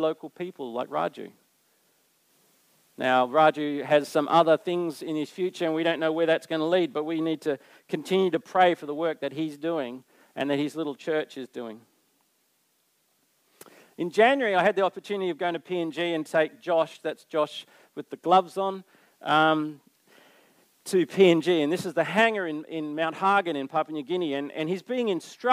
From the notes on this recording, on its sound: Recorded Live on 7th May 2023. Geraldton Baptist Church.